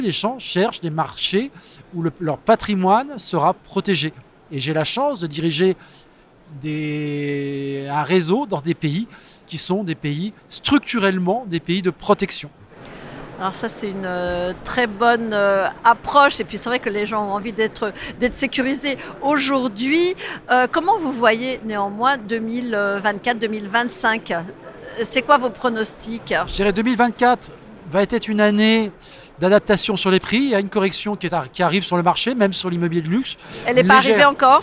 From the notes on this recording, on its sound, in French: Cet épisode a été enregistré en live du salon RENT.